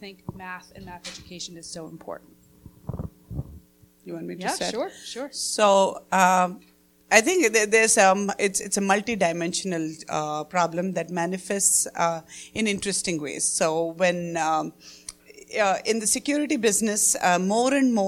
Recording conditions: busy venue